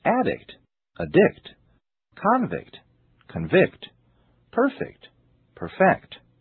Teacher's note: Each time the second syllable is stressed, the word is a verb. · Term: syllable stress